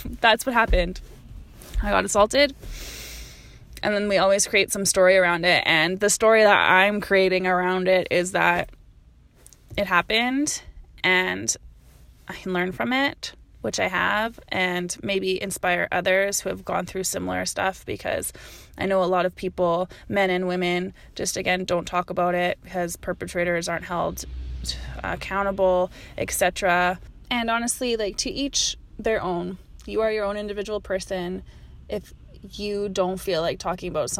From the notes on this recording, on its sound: I recorded this episode in the car, so if you are a sound snob, this episode may not be for you!